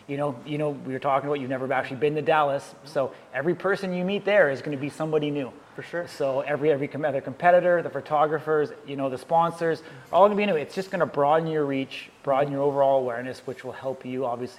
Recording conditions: busy venue